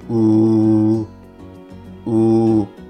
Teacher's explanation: 日本語のう。これをかなり大げさに唇を前に突き出す。で音を出す。うー、うーですね。はい。で、その上で唇の形がですね、うの形から、何て言うんでしょうね、こう、正方形というか、ちょっと四角形になるように、ちょっと広げるイメージです。ちょっとやってみますね。うー、うー、うー。はい。この後ろの er。これですね。この漢字です。はい。で、この時にその下